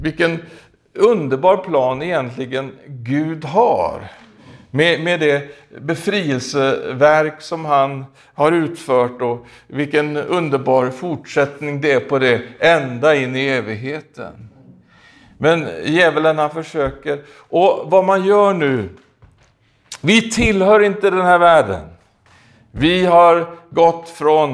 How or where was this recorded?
large echoing room